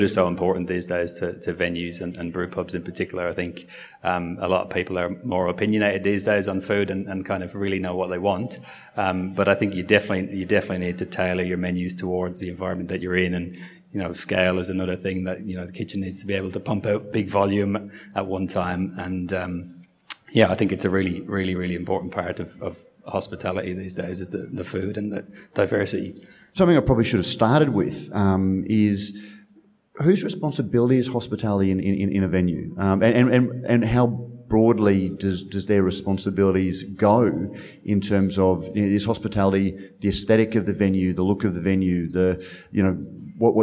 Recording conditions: busy venue